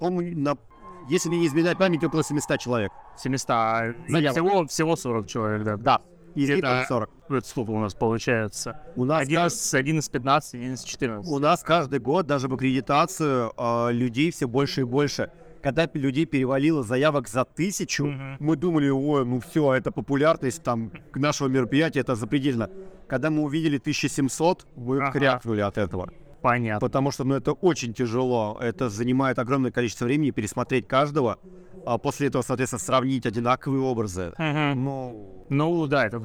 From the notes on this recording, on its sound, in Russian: Полевой выпуск подкаста записанный на Bubble Comics Con 2021 в декабре и только сейчас добравшийся до вас.